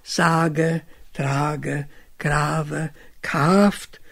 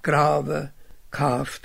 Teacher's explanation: Was den meisten Banatern noch auffallen könnte, ist die sehr offene Aussprache des langen A · Shown in: first take · Sage, trage, grave, kaft, wo die Mehrheit ein dumpfes A spricht.